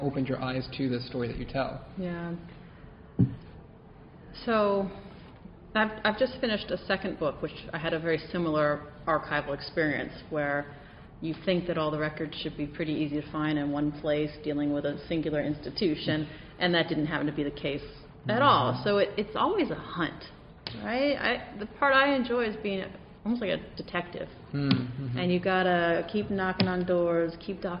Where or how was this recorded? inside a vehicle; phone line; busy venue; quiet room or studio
busy venue